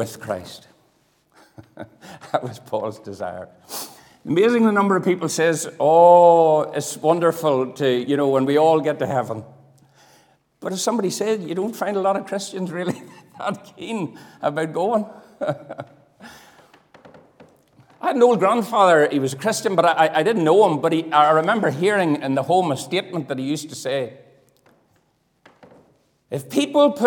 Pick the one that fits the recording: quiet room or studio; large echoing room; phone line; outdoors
large echoing room